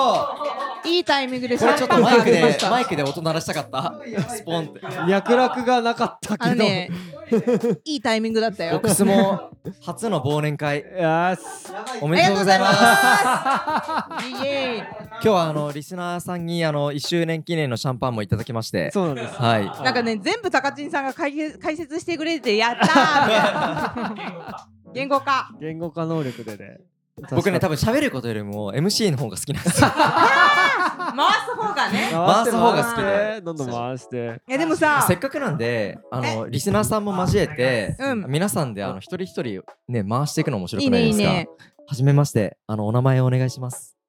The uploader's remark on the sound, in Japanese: ぼくスモ忘年会で収録してみた。忘年会のゲリラ収録をお届けします！これまでのゲスト、リスナーも交えた公開収録。